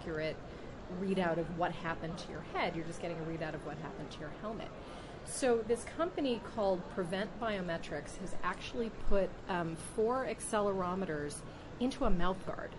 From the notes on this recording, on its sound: walking the floor at CES in Las Vegas